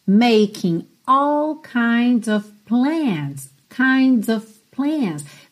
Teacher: Percebe que esse OF que soa OV, ele aqui é bem uma palavrinha de ligação mesmo, então você pouco ouve